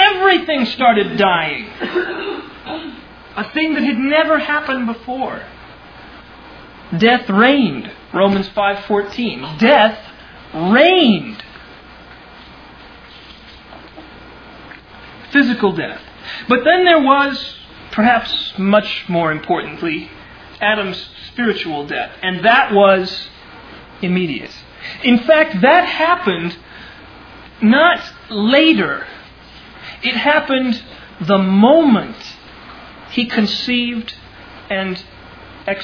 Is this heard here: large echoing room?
yes